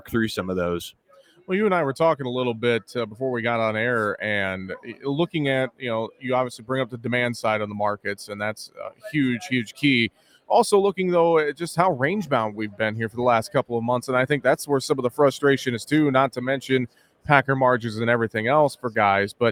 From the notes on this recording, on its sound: reports live from the Cattle Industry Convention in Nashville